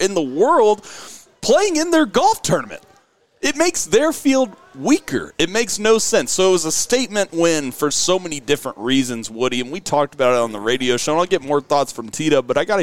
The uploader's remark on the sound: LIVE at First Tee of OKC Fundraiser! LIVE From The First Tee Scramble at Lincoln Park!